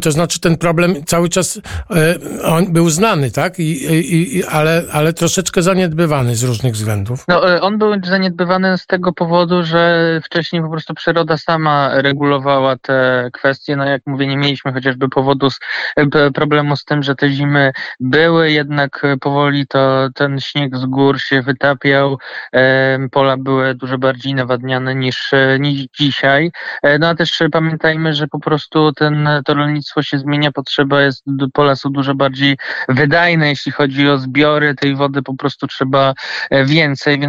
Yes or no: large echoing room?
no